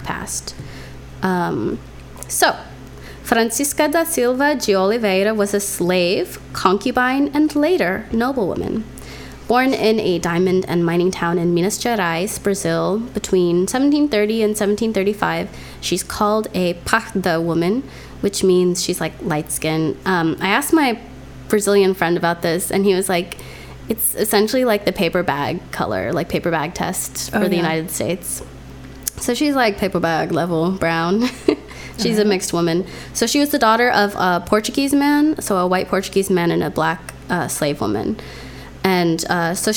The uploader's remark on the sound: Sorry about the weird humming noise. This is another episode recorded on the road, so we didn't have our normal studio setup.